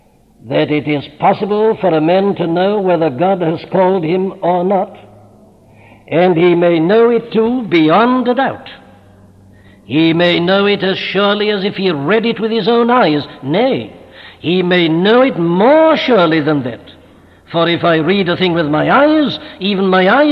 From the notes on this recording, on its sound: at Westminster Chapel during the 100th Anniversary of the 1859 Revival in Wales